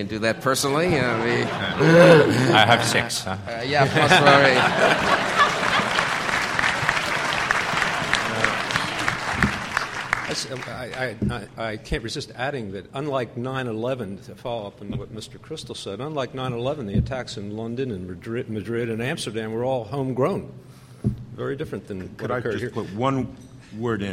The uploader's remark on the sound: The Federalist Society presented this Showcase Panel at the 2006 Annual National Lawyers Convention on Thursday, November 16, 2006.